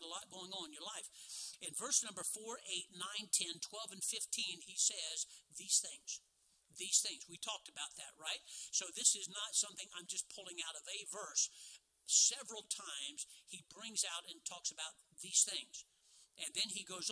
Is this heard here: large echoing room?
yes